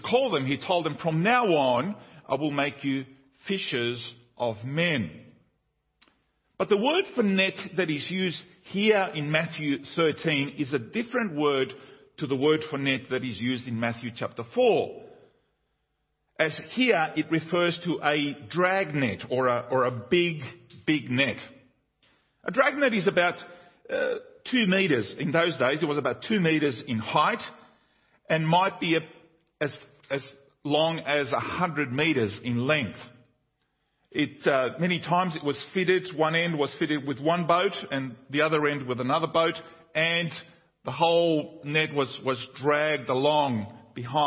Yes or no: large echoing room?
yes